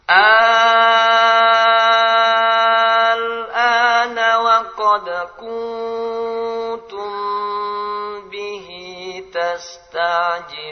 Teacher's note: Mim ketemu ba itu bacaan ikhfa syafawi minimal 2 harakat.